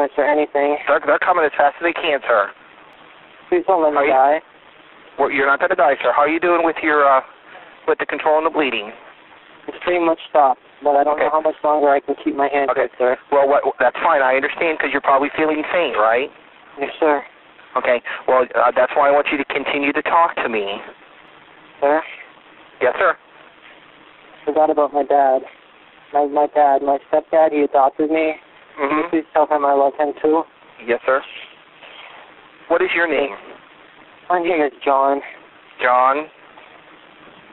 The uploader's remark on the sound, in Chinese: 兩通超乎你想像的報案電話，真實錄音帶你經歷最赤裸的恐懼。